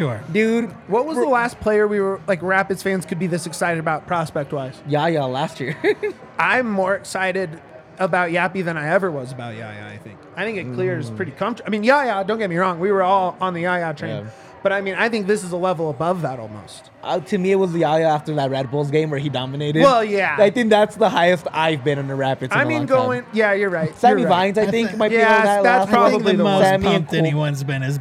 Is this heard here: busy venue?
yes